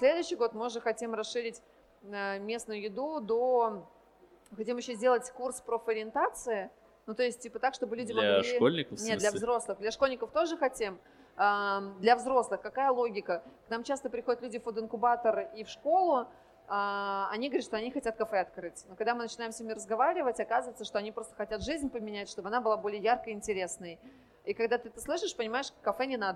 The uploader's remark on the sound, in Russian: Запись была сделана в live-формате на Маркете Местной еды